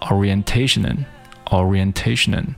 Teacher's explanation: 这个 in 你几乎是听不到的，它只是舌尖轻轻地点了一下